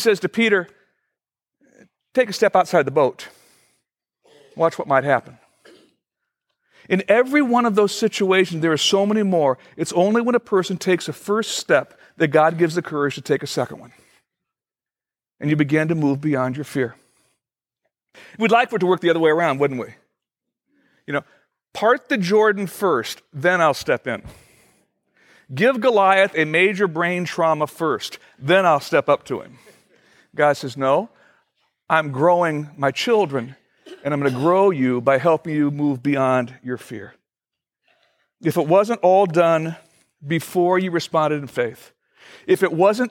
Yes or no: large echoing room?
yes